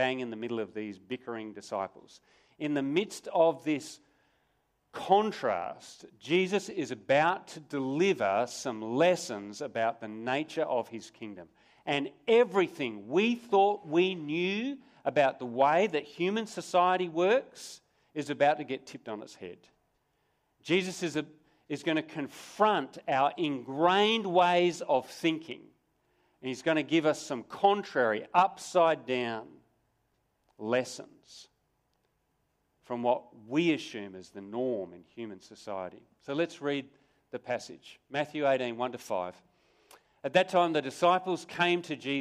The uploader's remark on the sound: Sermon recorded live from Morley Baptist Church